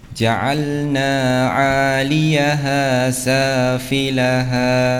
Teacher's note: Ada mad asli di situ, ya. Na ja'alna dibaca dua harokat, ya. Alif sebelumnya adalah berharokat fathah, ya.